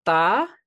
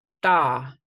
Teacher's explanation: But it's the difference between something like tha, where your tongue is right on your teeth, and da, where your tongue is curled back, sort of touching the sort of middle part of your hard palate. · Term: dental versus retroflex